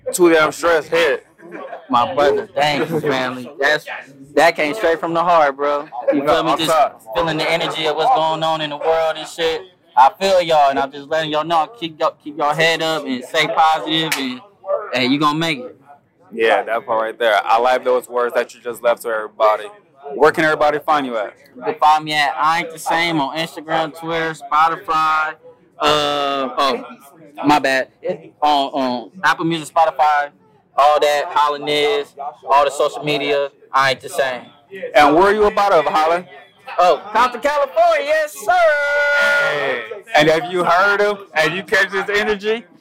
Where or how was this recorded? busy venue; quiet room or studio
busy venue